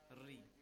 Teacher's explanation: There is no تفخيم involved, there is no heavy voice. · Term: ترقيق